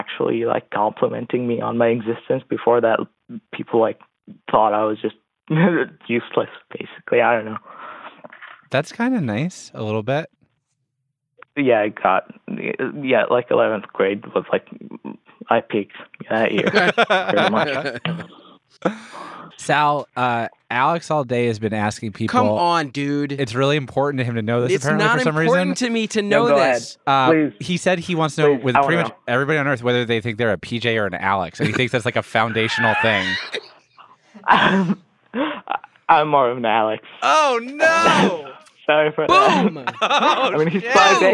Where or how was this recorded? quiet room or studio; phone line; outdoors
phone line